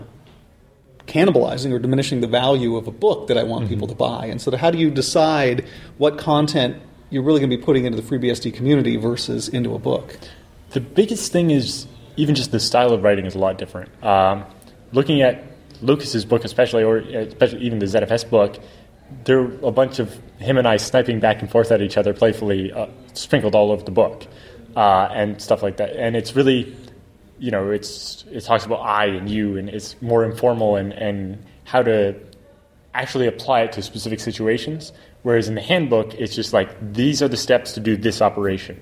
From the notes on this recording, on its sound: at vBSDCon in Reston, Virginia